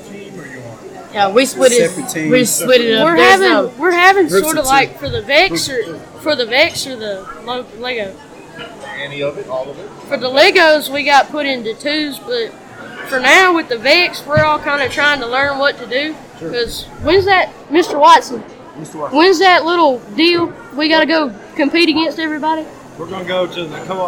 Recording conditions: busy venue